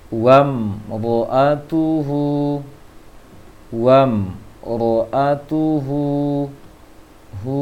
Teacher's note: maka wa tidak panjang, yang panjang hunya